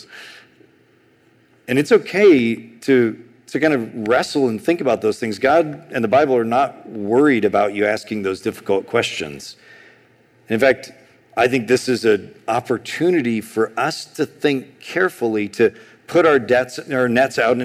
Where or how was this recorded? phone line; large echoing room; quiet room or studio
large echoing room